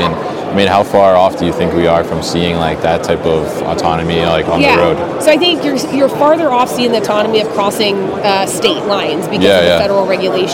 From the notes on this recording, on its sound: Live from Manifest 2023 in the Pitney Bowes booth